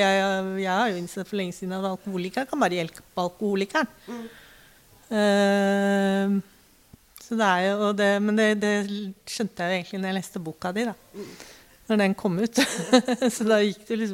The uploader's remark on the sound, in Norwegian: LIVE FRA DOVREHALLEN